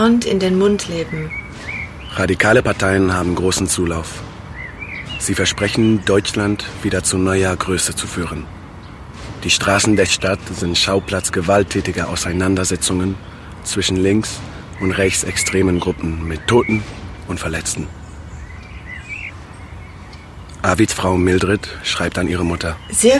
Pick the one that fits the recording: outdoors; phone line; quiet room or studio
outdoors